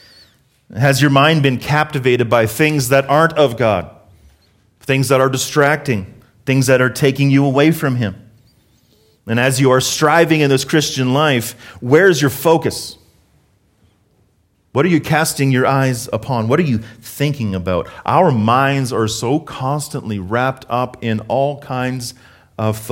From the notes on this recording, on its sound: Harvest Calgary South Sermon Audio